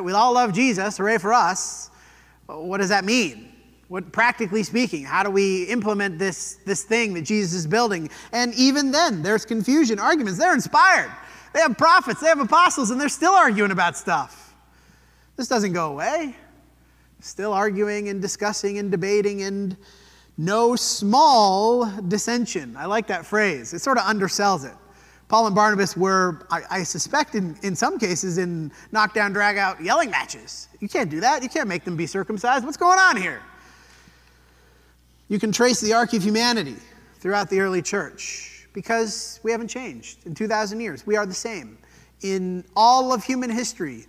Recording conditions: large echoing room